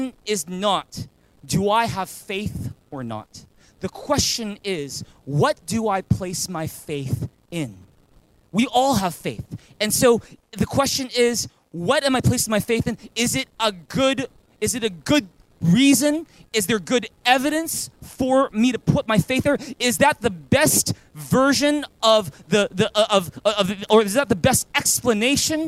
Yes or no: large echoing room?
yes